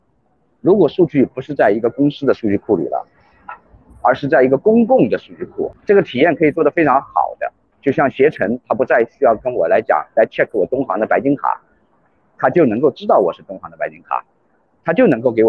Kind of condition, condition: link, video call